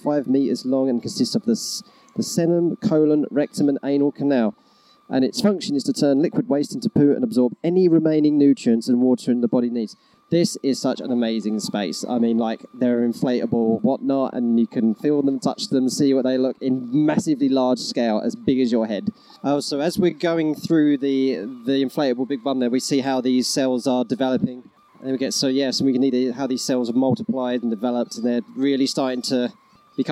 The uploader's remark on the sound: A special episode recorded on-location at the Norwich Forum for the Norwich Science Festival. (On Location, UK).